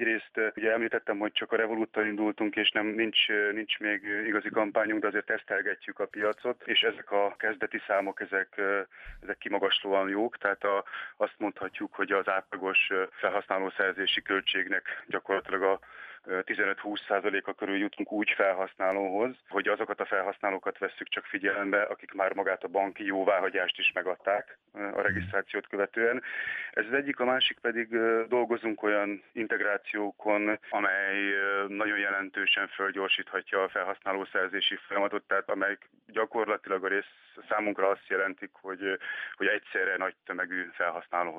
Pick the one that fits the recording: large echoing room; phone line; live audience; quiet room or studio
phone line